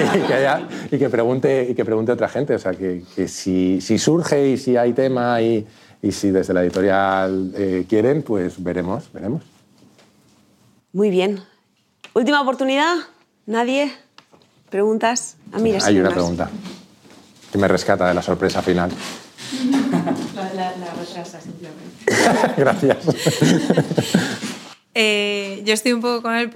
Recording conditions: live audience